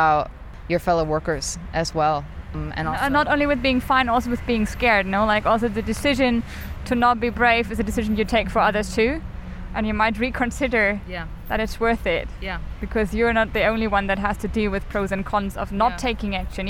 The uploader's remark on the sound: Recordings that were made on the 10th of June 2021, during the wildcat strike of the Gorillas Workers Collective. Visiting the solidarity rally and picket line of one of the warehouses of Gorillas in Berlin.